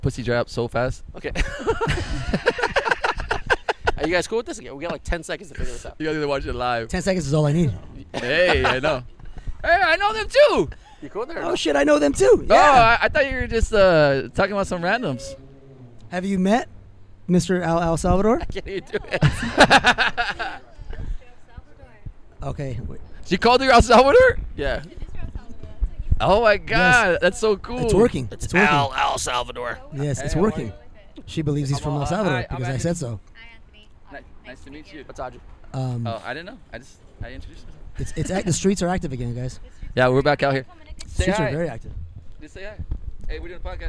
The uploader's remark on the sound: Our 26th adventure finds us outside amongst the savages of uptown Whittier.